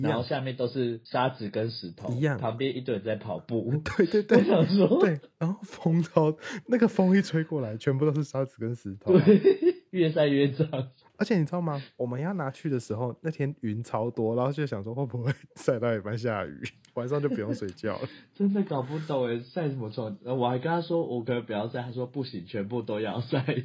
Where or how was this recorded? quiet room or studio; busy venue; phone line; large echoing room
phone line